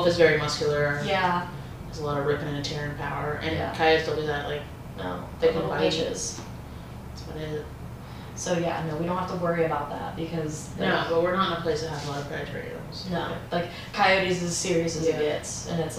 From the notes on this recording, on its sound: Ran out of storage on my MacBook. If the audio sounds weird its because I had to pull it from the video.